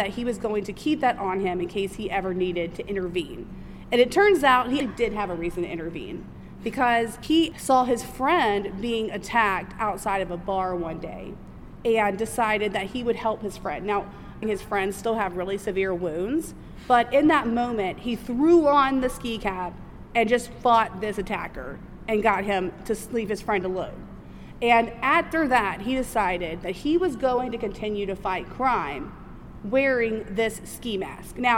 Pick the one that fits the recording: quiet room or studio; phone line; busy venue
busy venue